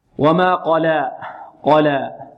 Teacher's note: قاف مفخمة، وهي من حروف الاستعلاء السبعة. خص ضغط قظ، خص ضغط قظ.